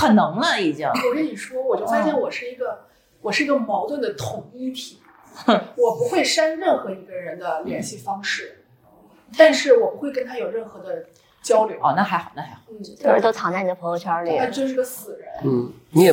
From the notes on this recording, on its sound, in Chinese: 本节目是上个月我们参加大内深夜谈谈播客网络，在阿那亚举办的「声量 the power of voice」活动，这是一个24小时不间断的声音对谈活动。因为录音的环境限制，会有杂音、回声、所以可能效果没有那么的理想。